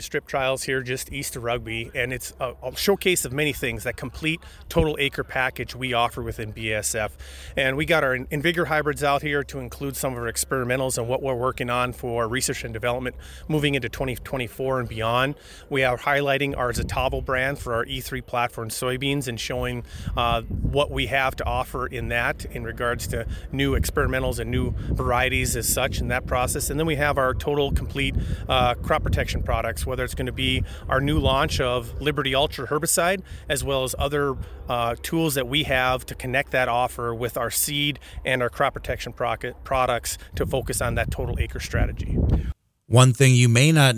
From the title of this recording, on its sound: BASF Showcase Plot Tour 2023 near Rugby, ND